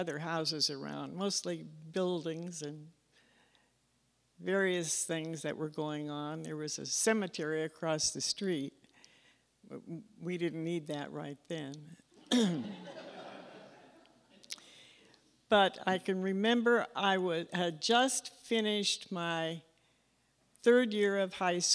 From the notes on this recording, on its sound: Bloomington-Normal community members shared their "Taking Care of Business" stories during the latest Next to Normal Story Slam on Nov. At the McLean County Arts Center.